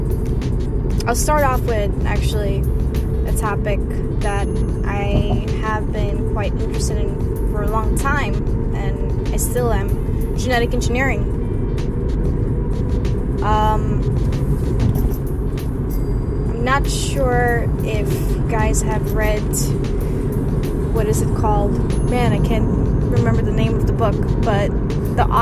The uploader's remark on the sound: Ramble While Driving